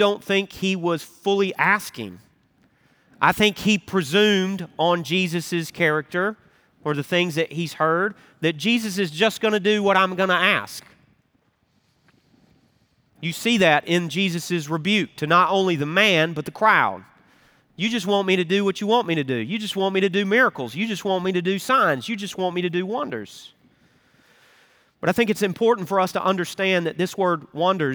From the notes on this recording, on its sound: Recorded Live at Brookwood Church on 02.25.2024